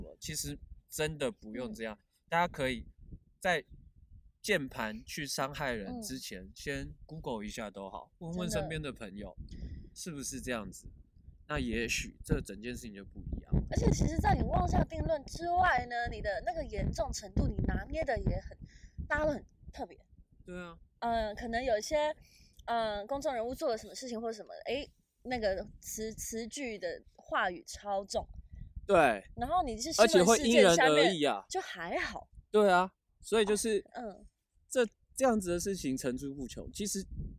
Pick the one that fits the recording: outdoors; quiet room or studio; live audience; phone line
outdoors